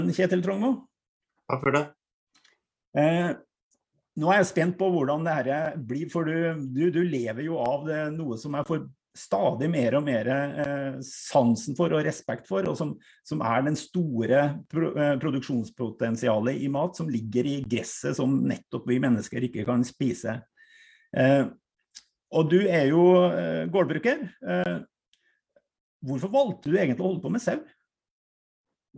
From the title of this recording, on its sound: Live Zoom